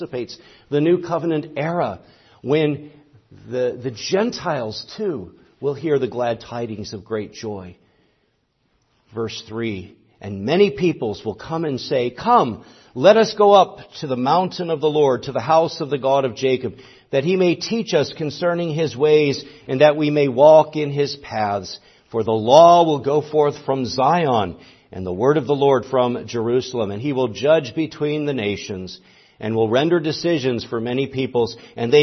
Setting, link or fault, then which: setting, large echoing room